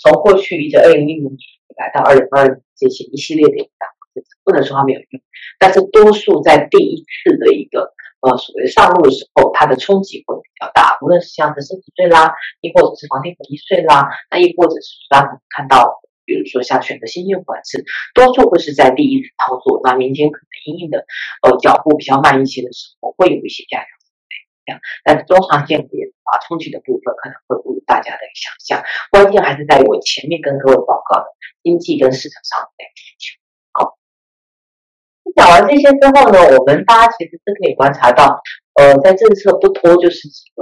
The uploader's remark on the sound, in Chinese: 本集的原始檔案音質就不是太好，我們盡力調整了，用耳機聽應該還ok啦！